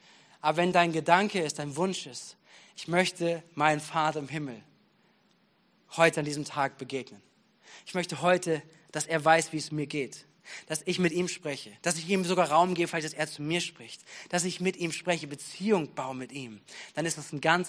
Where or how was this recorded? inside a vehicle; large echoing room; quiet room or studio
large echoing room